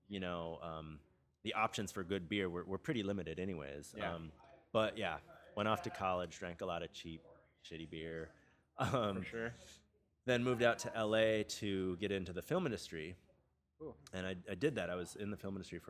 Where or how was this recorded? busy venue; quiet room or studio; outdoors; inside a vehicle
busy venue